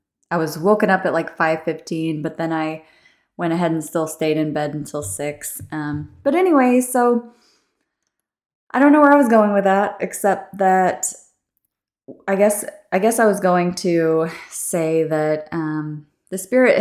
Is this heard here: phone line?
no